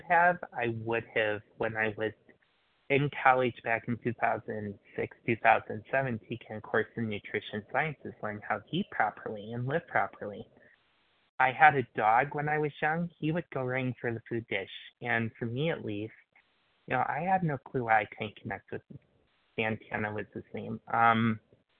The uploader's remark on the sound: Qualification from the 100 Pounders Phone Meeting.